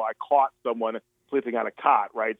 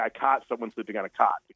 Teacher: So, but in Columbus, you might say I caught someone sleeping on a cot. In Columbus, the two words sound exactly the same. · Shown in: second take